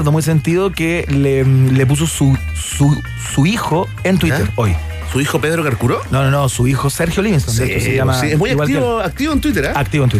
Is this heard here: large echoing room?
no